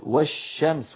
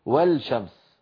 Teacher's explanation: ندغم اللام في الشين · Shown in: first take · Term: اللام الشمسية